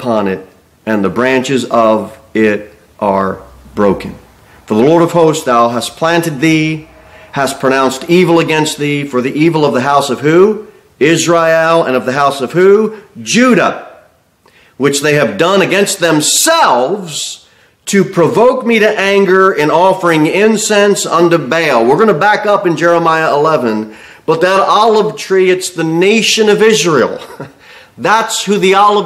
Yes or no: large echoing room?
yes